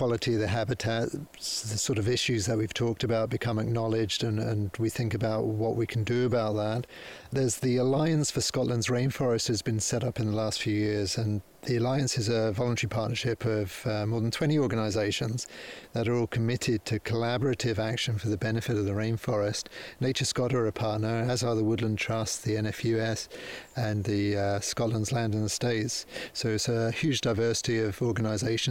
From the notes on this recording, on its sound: Recorded on site at Tanish National Nature Reserve